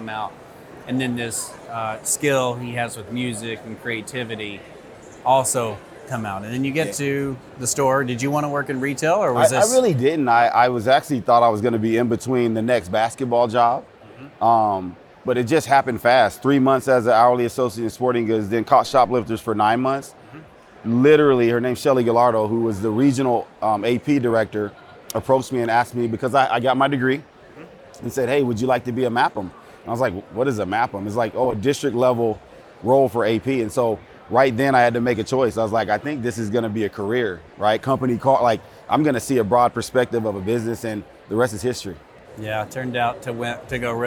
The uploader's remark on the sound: We’re coming to you live from Orlando, Florida, where thousands of associates from all over the country are attending our Walmart U.S. Year Beginning Meeting!